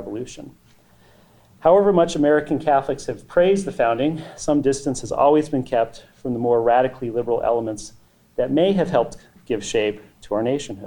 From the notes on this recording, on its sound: 4 presenters deliver their papers on the theme "Catholic Thinkers on Democracy in America" at the Society of Catholic Social Scientists Conference at Franciscan University of Steubenville.